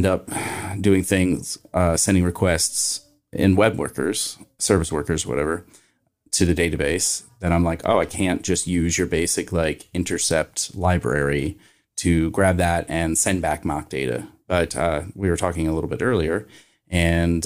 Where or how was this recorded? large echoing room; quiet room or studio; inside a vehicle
quiet room or studio